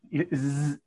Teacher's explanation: Put Z, you'll feel your vocal cords vibrate.